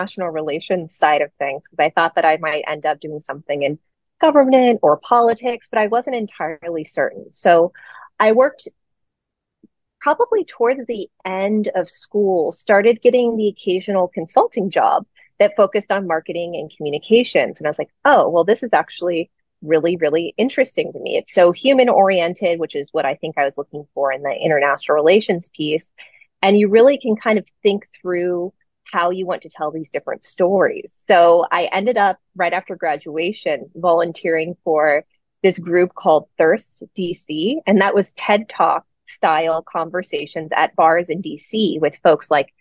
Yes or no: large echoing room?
no